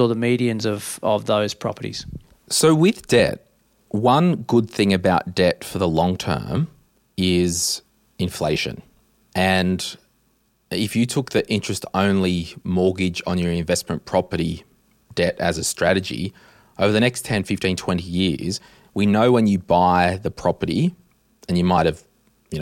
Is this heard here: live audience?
no